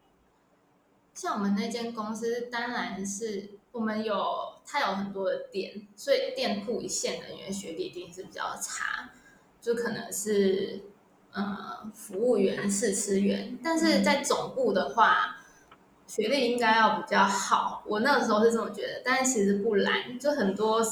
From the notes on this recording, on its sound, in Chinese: 本集仍是遠距錄音，音檔品質欠佳